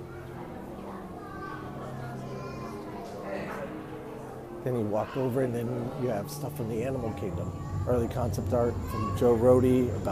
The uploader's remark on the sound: Disney 100 Exhibition Live Walkthrough